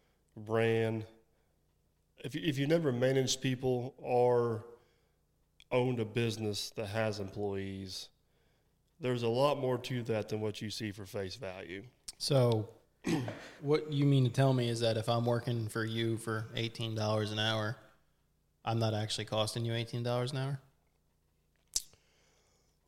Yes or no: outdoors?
no